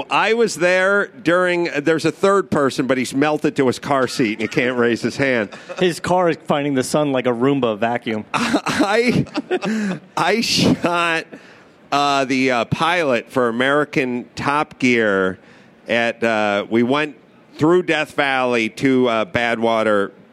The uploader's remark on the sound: A special CarCast live from the Ford booth Consumer Electronics Show in Las Vegas. Sit down in front of a pre-production 2015 Mustang.